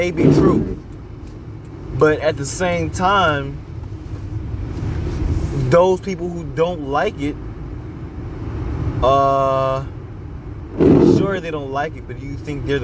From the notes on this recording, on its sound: I'm very sorry for the sound quality. I recorded this while driving in a snow storm, so you will hear my obnoxious windshield, repeatedly.